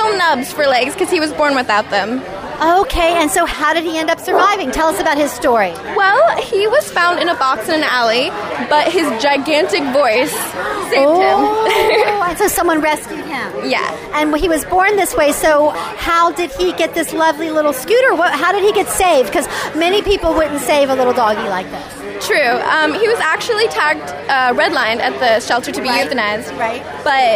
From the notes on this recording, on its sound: live at The World Dog Awards!